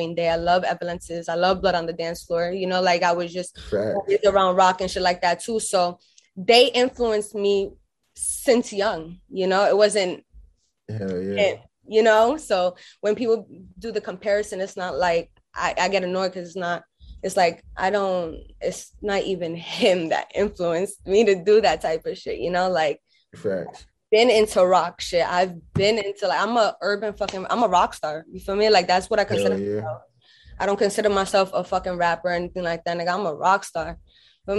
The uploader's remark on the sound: full zoom interview